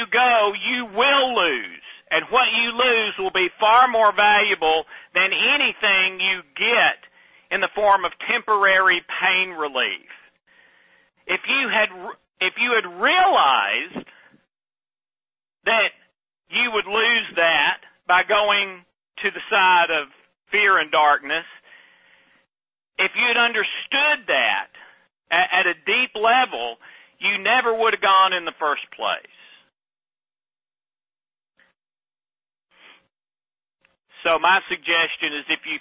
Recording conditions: phone line